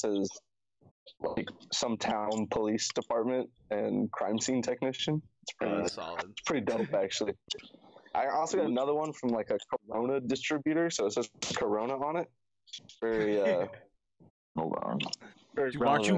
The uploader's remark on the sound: Skype in together. Two sandwiches were made and consumed on camera in this amazing quarantine energy filled podcast.